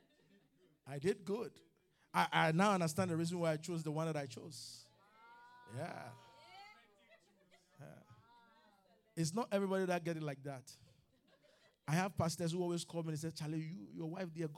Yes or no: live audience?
yes